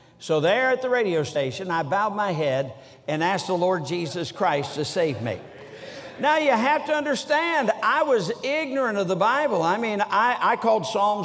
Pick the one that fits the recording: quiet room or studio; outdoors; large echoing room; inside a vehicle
large echoing room